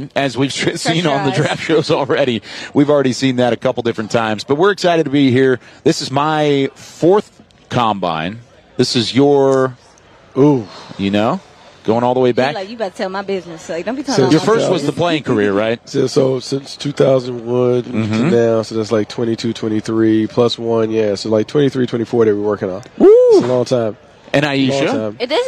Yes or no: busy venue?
yes